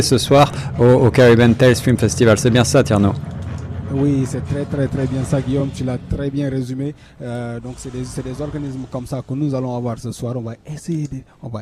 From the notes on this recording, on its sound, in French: En direct depuis la soirée de clôture du Caribbean Tales Film Festival, 20 Septembre 2018